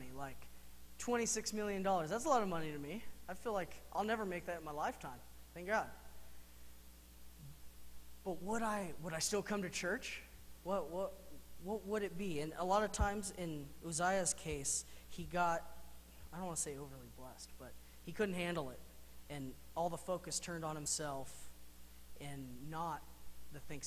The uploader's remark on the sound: Mt. Zion Church Live!